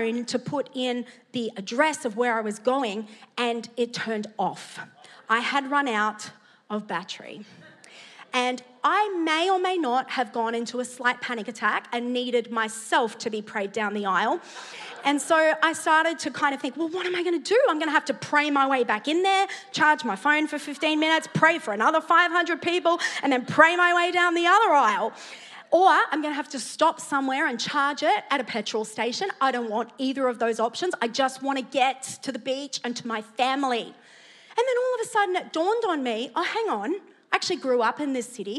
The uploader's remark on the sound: preached at Neuma Church Melbourne City Location